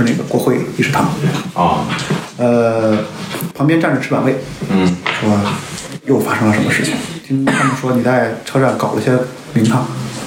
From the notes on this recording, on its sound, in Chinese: 因为这次跑团时录制的设备并不专业，再加上环境和大家散座的位置，音质会比较差，调试之后改善不大。